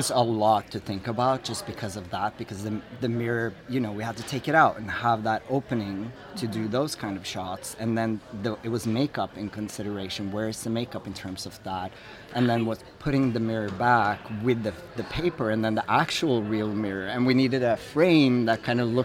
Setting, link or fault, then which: setting, busy venue